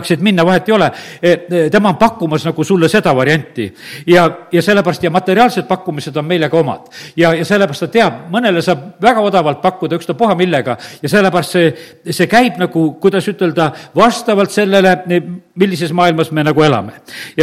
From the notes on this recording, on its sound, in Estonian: Audio salvestus koosolekult